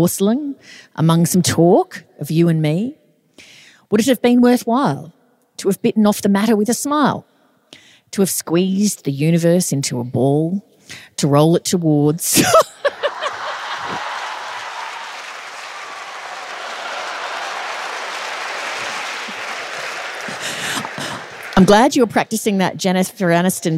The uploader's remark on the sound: It's the Perth live show, so OF COURSE there's a disaster.